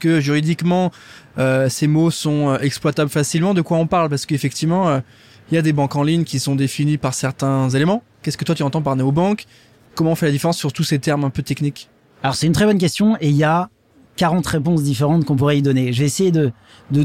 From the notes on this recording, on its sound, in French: en direct du salon Go Entrepreneurs